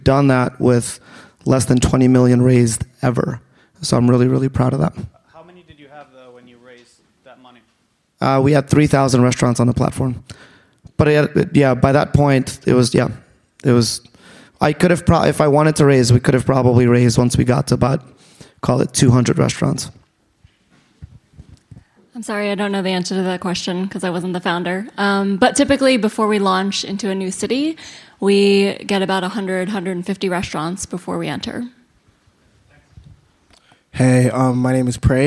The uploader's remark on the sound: General Assembly NYC. A robust Q&A from the live audience.